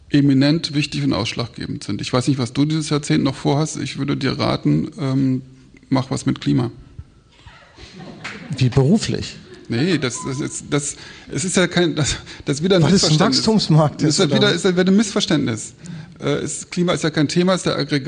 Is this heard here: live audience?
yes